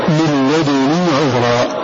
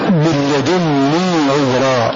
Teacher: فنافع وشعبة عن عاصم قرأ بتخفيف هذه النون · Shown in: first take · من لدني عبرا وقرأ غيرهما بالتشديد من لدني عبرا من لدني